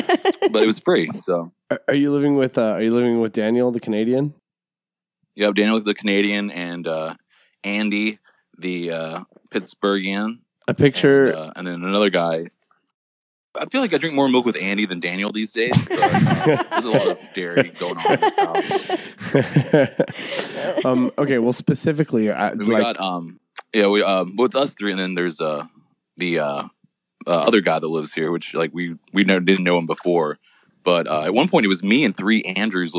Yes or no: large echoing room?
no